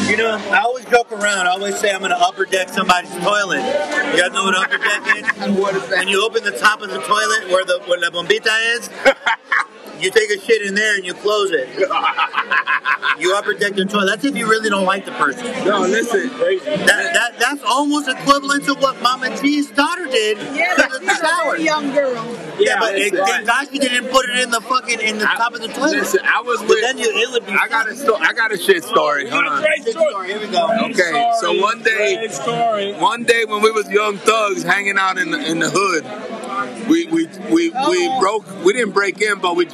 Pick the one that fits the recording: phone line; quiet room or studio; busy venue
busy venue